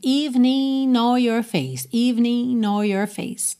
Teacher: Uma coisa interessante aqui, esse evening termina em G, mas o G não é pronunciado. Muitas gravações já ligam o N de evening, o N final de evening no or your face.